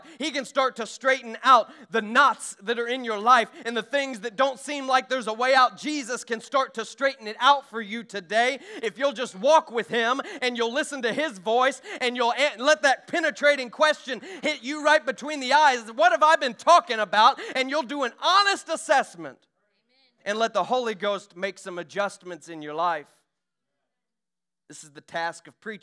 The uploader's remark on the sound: During our Sunday morning gathering on April 23, 2023. We are an Apostolic, Pentecostal church located in Poplar Bluff, Missouri.